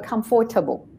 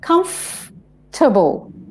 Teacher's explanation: The or just gets left out. · Shown in: second take